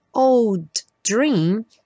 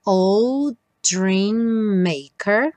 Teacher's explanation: old dream, temos DD. Só um D aparece.